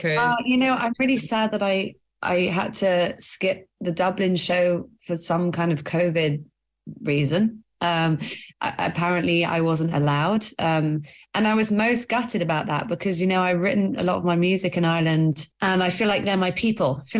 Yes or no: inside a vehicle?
no